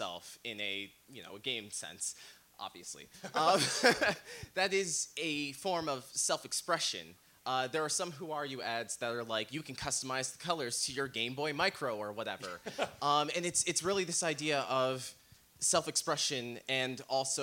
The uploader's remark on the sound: Live from Beat Kitchen in Chicago, IL. Our first ever live show, recorded at the Chicago Podcasters Unite C2E2 show on March 16th, 2019! The crowd was great.